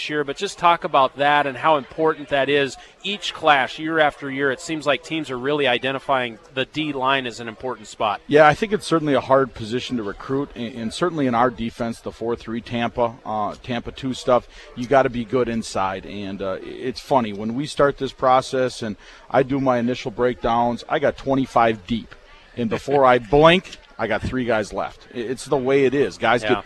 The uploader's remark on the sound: live from the Ramada